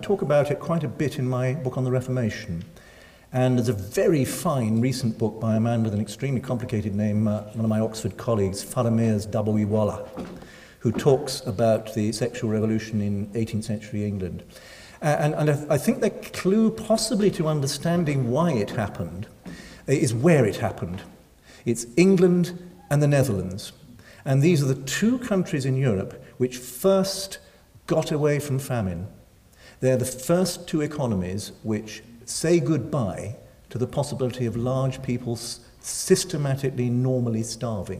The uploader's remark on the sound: Recorded Tuesday 1 May 2012 at St Cecilia's Hall, Edinburgh.